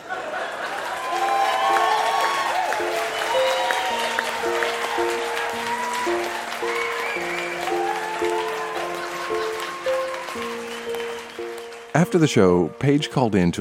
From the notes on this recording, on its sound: Recorded live at the Black Knight Pub in Yellowknife, NT.